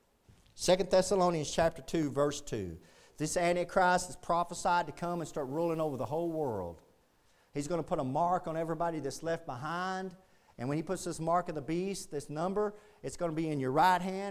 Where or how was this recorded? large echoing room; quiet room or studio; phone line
large echoing room